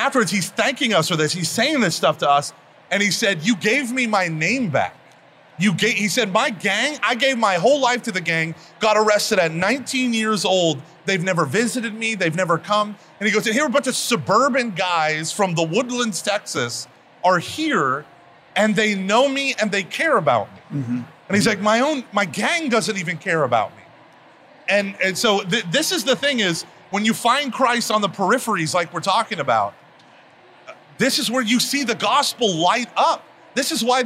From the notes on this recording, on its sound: recorded at the SEEK24 conference